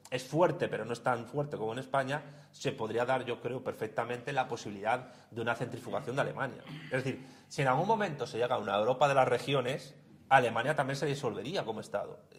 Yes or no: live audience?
yes